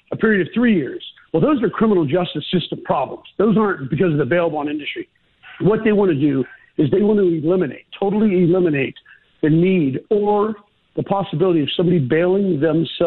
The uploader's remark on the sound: We take you calls! Live callers are featured on A&G.